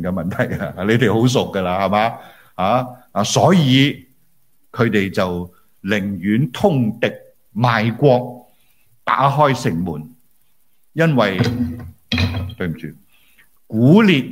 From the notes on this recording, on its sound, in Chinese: 於紐西蘭奧克蘭為主場地，並現場直播至十個位於澳洲不同城市的聚會點，共有接近1000人出席